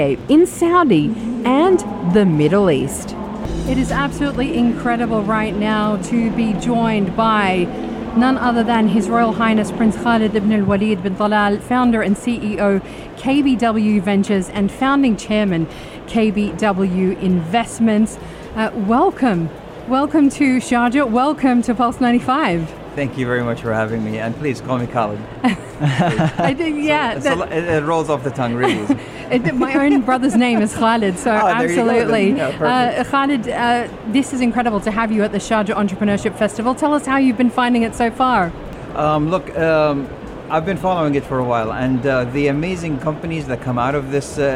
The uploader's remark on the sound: at the Sharjah Entrepreneurship Festival (26.11.2019)